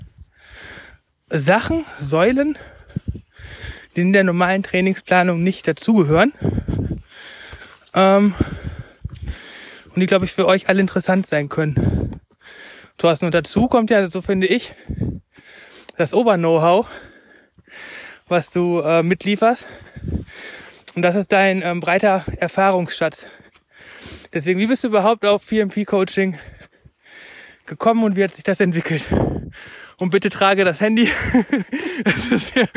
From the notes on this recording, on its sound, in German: während unserer Wanderung auf dem Ahrsteig aufgezeichnet